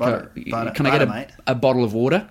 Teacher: Kind of goes up at the ends.